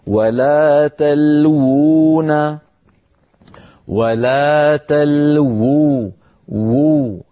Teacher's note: النطق هنا بواوين، الواو الأولى مضمومة والواو الثانية ساكنة. ولا تلوون، ولا تلوو، وو الواو الأولى مضمومة والثانية مدية.